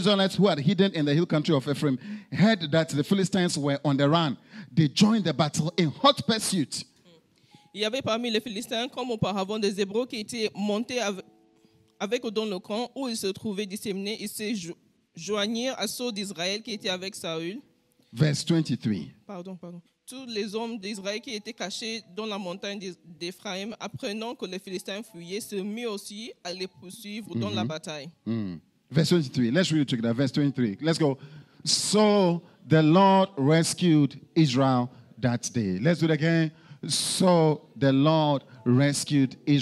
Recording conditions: large echoing room